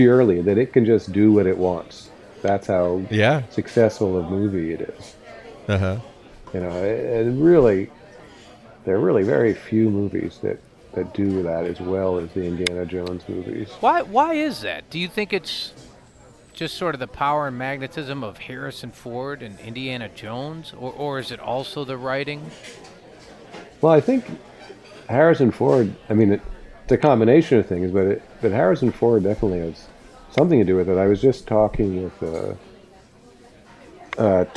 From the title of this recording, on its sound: Live from the Lion's Head